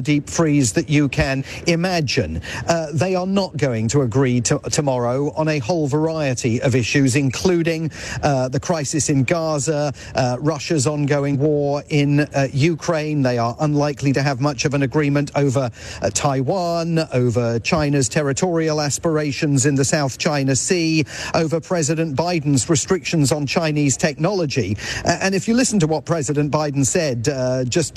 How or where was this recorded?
busy venue